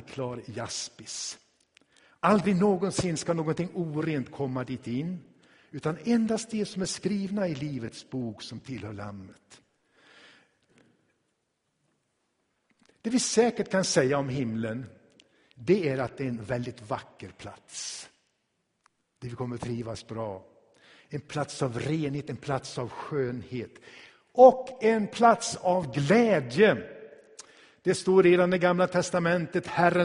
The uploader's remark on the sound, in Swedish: Inspelad i Tabernaklet i Göteborg 2016-11-06.